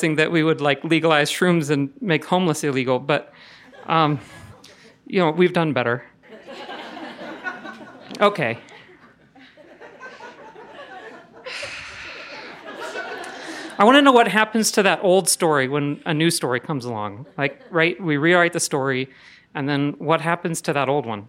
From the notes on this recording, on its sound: Told this story in front of a live audience at Buntport Theater.